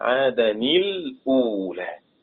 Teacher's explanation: سيضطرون إلى كسر نون التنوين لالتقاء الساكنين